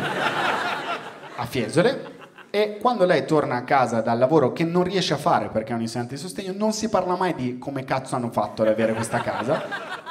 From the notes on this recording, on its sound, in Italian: Registrato a Firenze al Teatro Puccini.